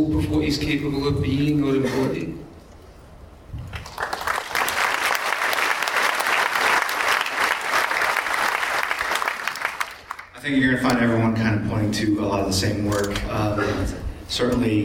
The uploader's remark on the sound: Batman 75 panel SDCC 2014. Recorded at San Diego Comic Con 2014.